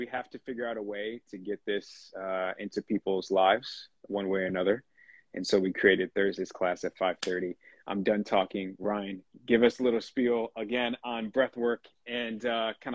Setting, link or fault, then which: link, video call